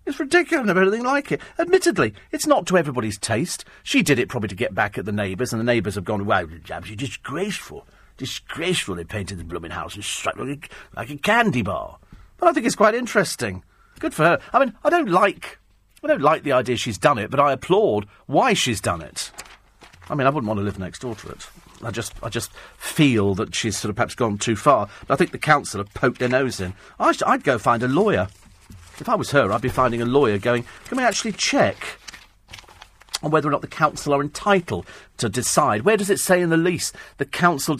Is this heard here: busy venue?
no